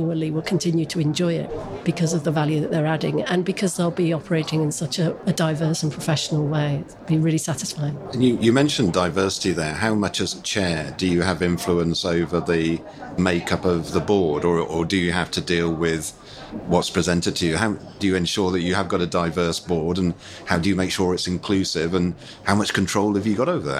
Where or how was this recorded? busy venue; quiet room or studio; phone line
busy venue